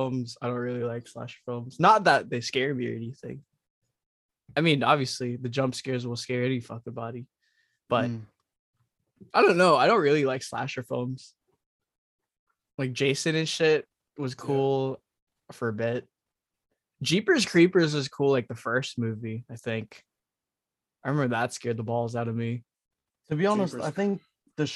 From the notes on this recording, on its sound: despite some connection problems